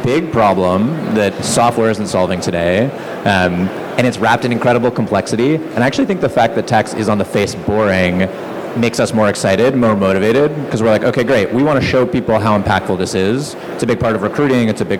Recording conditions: busy venue